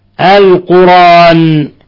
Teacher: فقرأ ابن كثير وقفا ووصلا ووافقه حمزة وقفا لفظ القرآن بحذف الهمز